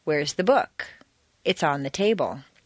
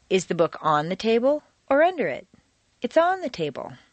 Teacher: The first is stressed on the most common everyday word, book. · Shown in: first take · 9 times out of 10, people will stress the sentence in this way. · Term: Normal intonation